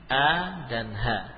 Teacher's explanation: kita mulai dari pangkal adalah tempat keluarnya huruf hamzah dan ha